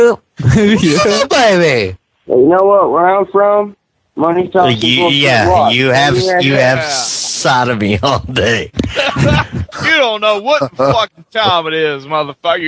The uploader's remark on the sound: Prank Phone Calls